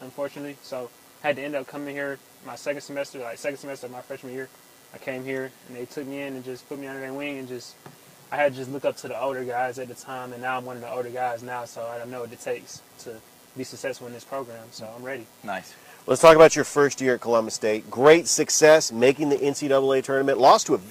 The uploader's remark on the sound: Exclusive coverage live at Bull Creek Golf Course in Midland, GA for the CSU Basketball Golf Tournament.